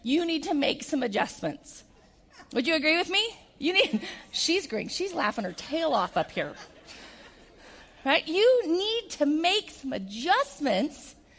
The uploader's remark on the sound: keynote event at the Idaho Business Reviews 2019 Women of the Year Ceremony